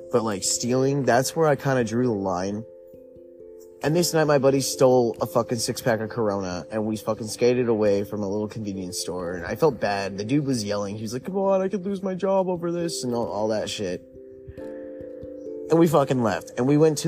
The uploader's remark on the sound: Stories on a Windy Night. Just some chill time outside in the wind.